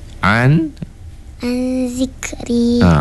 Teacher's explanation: Hamas ini ketika kita menyebut huruf kaf, dia disertai oleh angin.